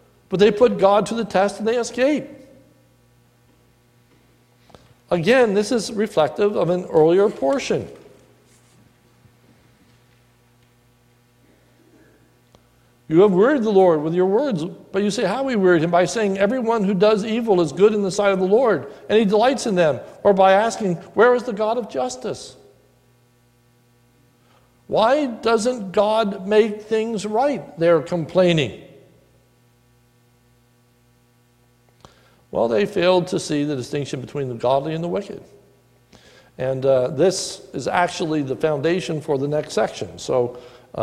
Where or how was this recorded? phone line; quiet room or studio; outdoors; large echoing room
large echoing room